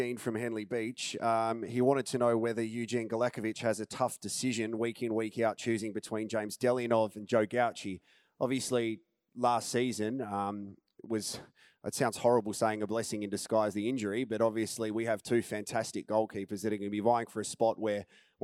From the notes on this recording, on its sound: Our Member's Forum 2021 was held at The Joiners Arms.